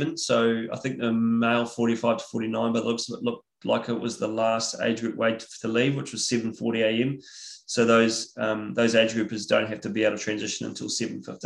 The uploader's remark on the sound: IRONMAN World Championships Nice webinar audio